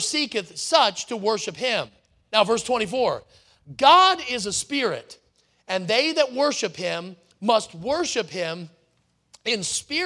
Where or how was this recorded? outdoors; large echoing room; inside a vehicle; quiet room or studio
large echoing room